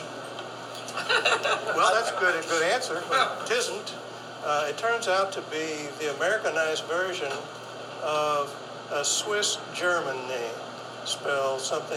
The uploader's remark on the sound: Gave this workshop as part of the Big Muddy Folk Festival in Boonville, Missouri, on May 15, 2022.